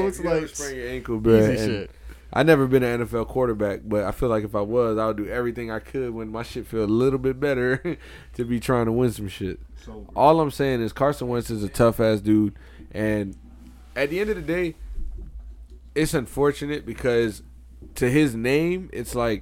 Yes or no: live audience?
no